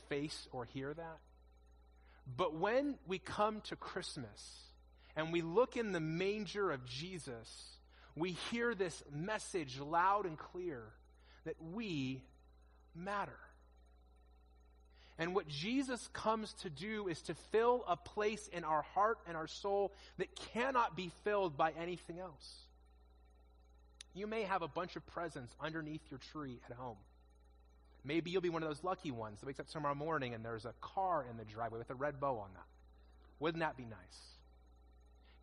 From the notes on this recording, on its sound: In this message delivered at our 2021 Christmas Eve services